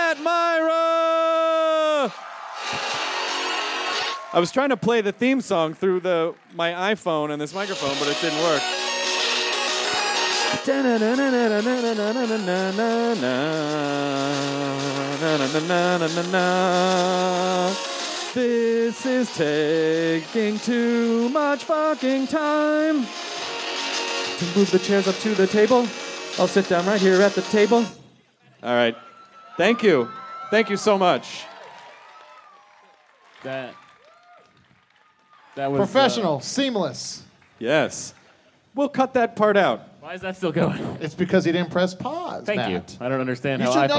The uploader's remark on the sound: Live from LA! It's the fun filled live show from the Nokia Theater in downtown Los Angeles!